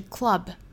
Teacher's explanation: 注意 k 和舌侧音之间辅音连缀